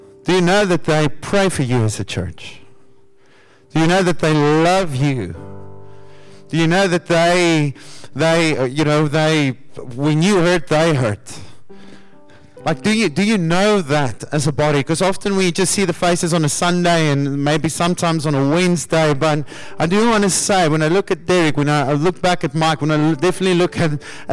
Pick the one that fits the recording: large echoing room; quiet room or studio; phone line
large echoing room